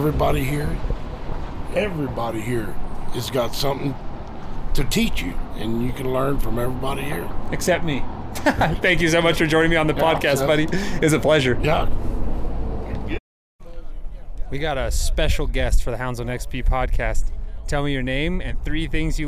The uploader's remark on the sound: All Mixed Up is once again on the road! Head to Kirtland, NM to correspond LIVE at Horses, Hounds, and Mules.